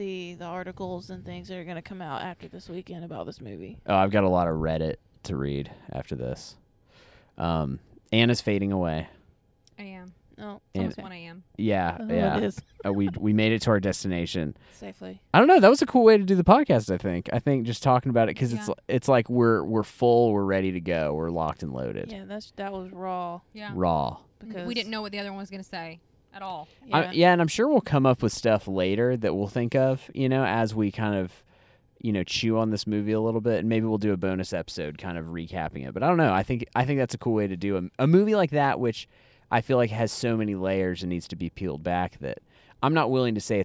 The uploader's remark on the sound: We tried something a little different this time by recording our thoughts while driving home from the movie theater immediately after seeing the film. It's our first 3 person podcast!